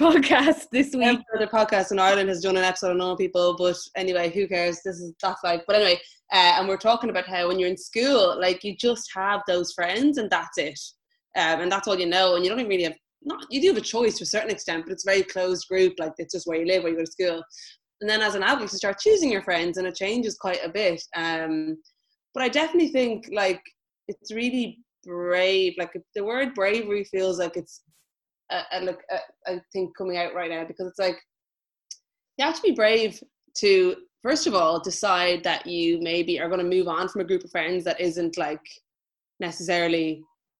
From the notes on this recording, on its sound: Listen back on our Zoom live show. Thanks to the bunch of sounder patrons who jumped on the call and joined in.